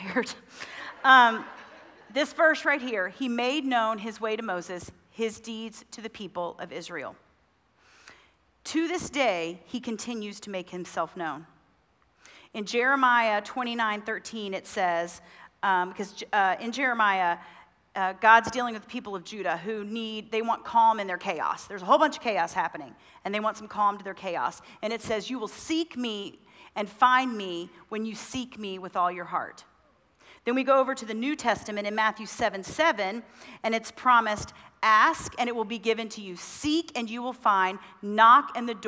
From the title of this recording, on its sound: Women At The Mount Conference 2023 :: Session 1